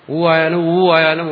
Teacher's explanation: ഉപത്മാനിയാന ഓഷ്ഠ, ഊവിന്റെ സ്ഥാനം ഓഷ്ഠ, ഓഷ്ഠമാണ്